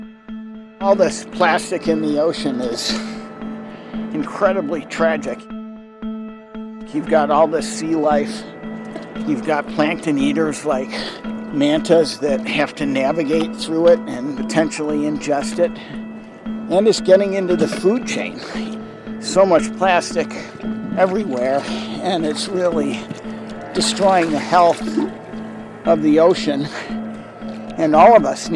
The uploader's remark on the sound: The best of live interviews from GreenBiz events.